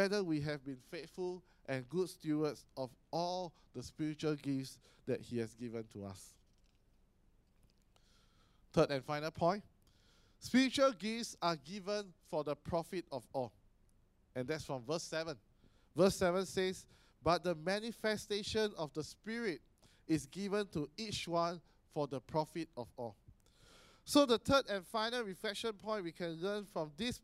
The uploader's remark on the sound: Sermon preached on 27 May 2018 at our AMK Hub location.